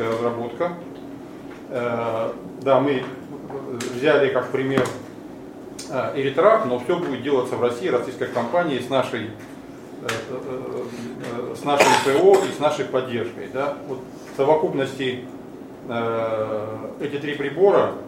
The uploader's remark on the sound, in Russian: Ралли-рейд ЗОЛОТО КАГАНА 2015. Пресс-конференция 07.04.15. В записи пресс-конференции, которая прошла 7 апреля 2015 года в стенах Российской Автомобильной Федерации.